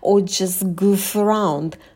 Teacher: В слове just мы отбрасываем t, потому что у нас следующее слово начинается согласной.